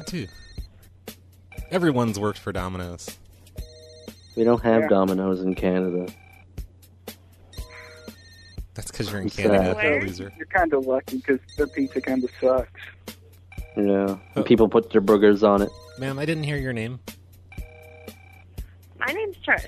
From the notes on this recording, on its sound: RBCP's Personal Prank Phone Calls Collection